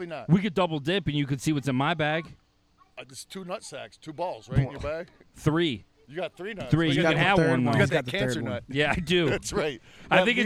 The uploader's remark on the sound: Live from the Pool, it's the Palcast Pool Party Premiere!